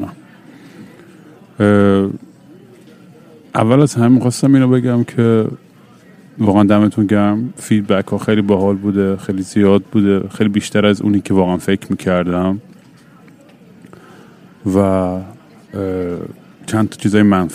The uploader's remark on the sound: Live from LGA airport.